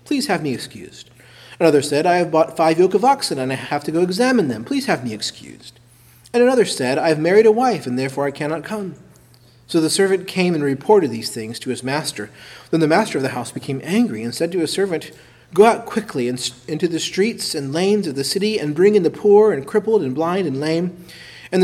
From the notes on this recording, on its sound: preached at Christ Our Savior Baptist Church